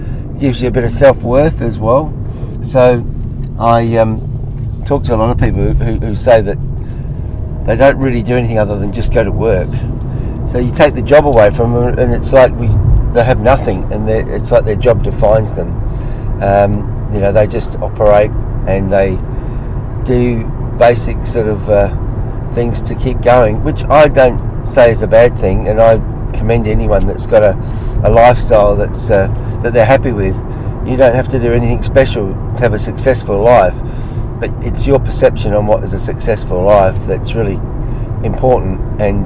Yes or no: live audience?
no